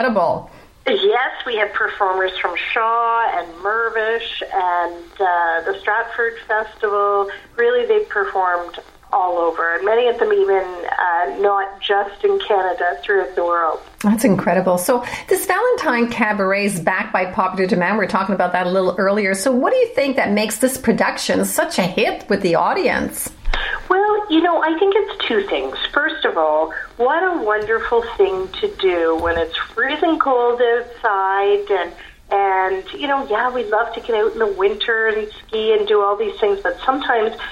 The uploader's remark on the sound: via phone